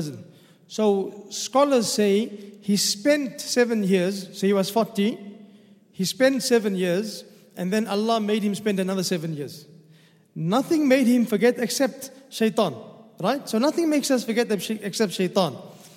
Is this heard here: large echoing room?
yes